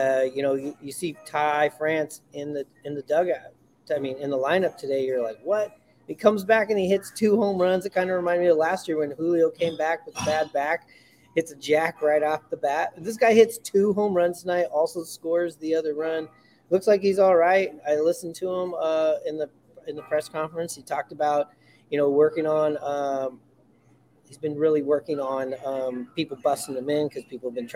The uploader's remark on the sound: Live from Buckley's!